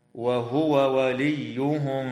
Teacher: يجب إظهار الواو عند الواو من قوله تعالى وهو وليهم